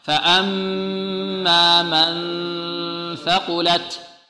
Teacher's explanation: عندنا التاء هنا الثاء مرققة والقاف مفخمة